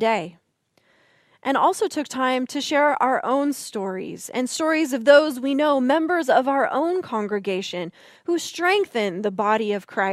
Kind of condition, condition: setting, large echoing room